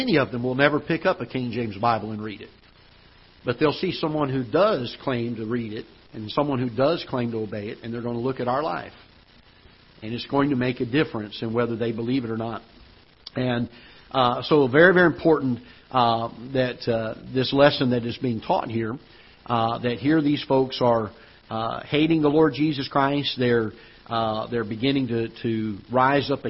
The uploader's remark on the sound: Ketha Heights Baptist Church ~ Live Broadcast